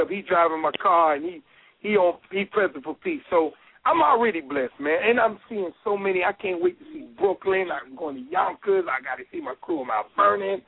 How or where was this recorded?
phone line